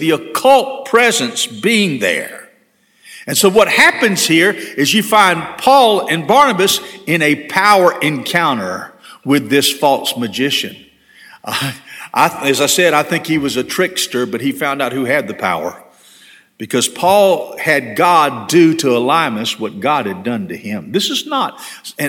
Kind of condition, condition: setting, large echoing room